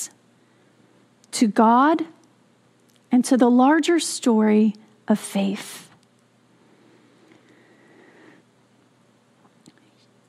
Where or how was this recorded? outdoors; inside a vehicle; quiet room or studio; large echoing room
large echoing room